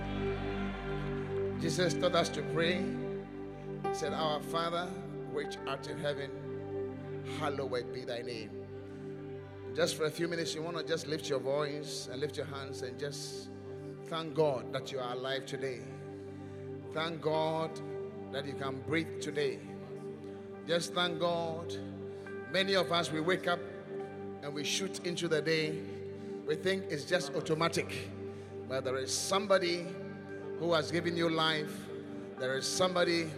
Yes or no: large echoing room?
yes